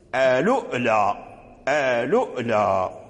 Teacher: إذن قالوا له آلولا مثل ورث، وله وجه آخر وهو همز الواو نقل حركة الهمزة إلى اللام ثم همز الواو